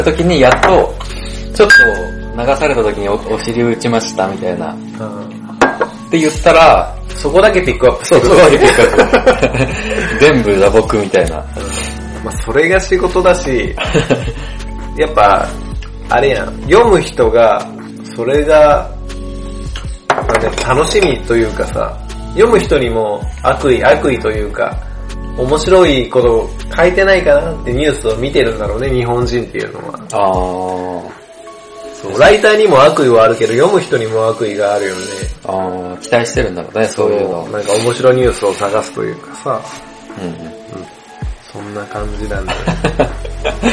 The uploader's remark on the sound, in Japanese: 音質注意 今回雑音多めです